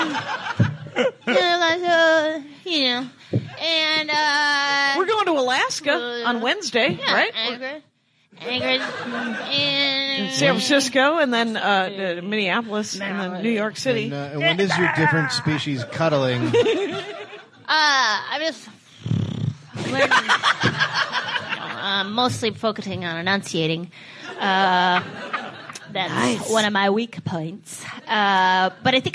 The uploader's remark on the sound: LIVE at LA Podcast Fest. Live at the LA Podcast Festival to a full crowd!